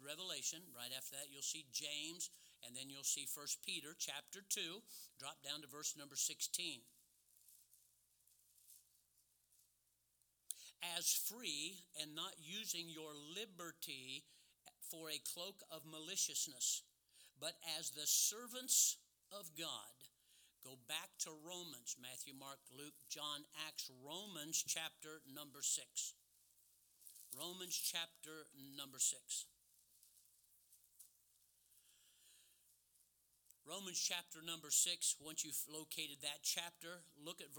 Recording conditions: large echoing room